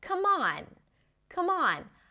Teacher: the M of come becomes the beginning of the next word.